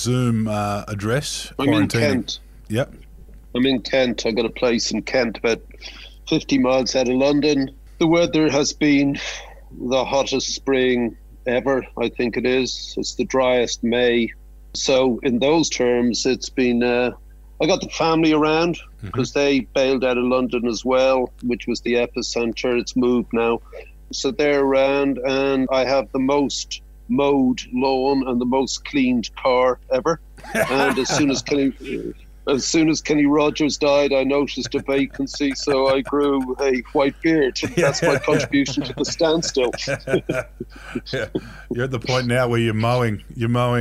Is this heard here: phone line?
yes